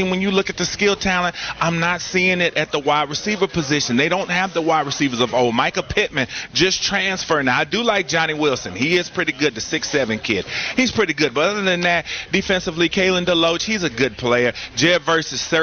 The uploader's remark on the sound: live from the Wells Fargo Championship